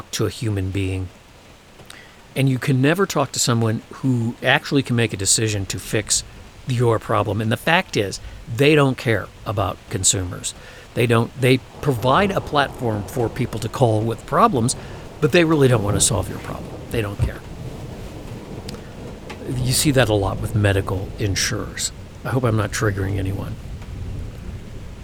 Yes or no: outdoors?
yes